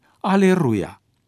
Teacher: În timp au intervenit legile fonetice. L-ul intervocalic a suferit fenomenul de rotacizare, adică s-a transformat în R și a devenit Aleruia.